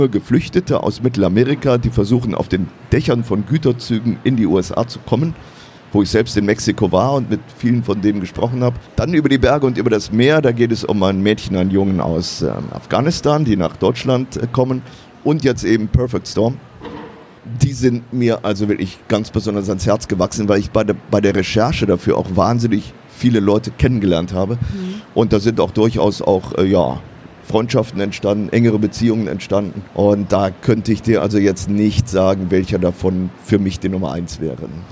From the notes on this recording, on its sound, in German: live am Messestand